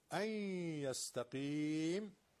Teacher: اینجا نون به یا رسیده، ادغام مع الغنه، حتما باید غنه شو بیاریم، دو حرکت